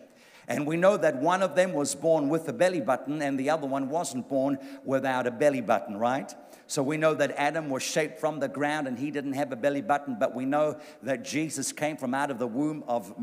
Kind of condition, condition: setting, live audience